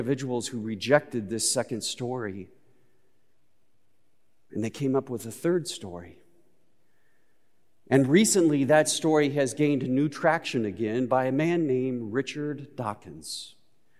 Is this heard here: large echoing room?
yes